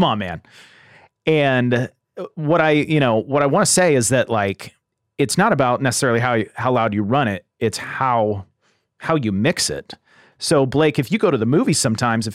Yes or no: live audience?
no